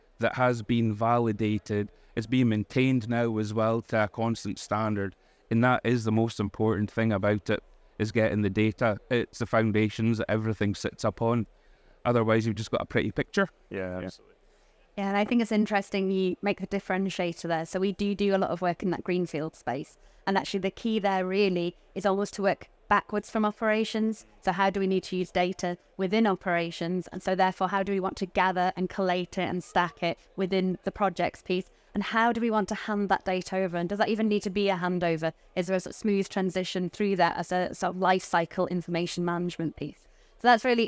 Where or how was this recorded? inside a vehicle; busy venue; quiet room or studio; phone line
busy venue